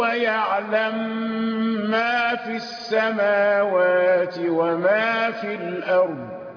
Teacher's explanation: هذا هو الإدغام، ويعلم ما من قبيل إدغام المثلين